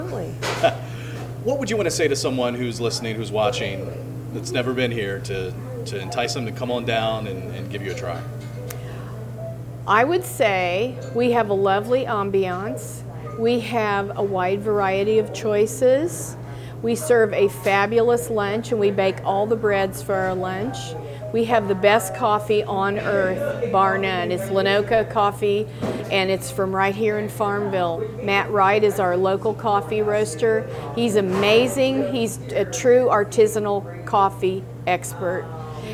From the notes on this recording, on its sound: Visits Café Madeleine to chat with owner.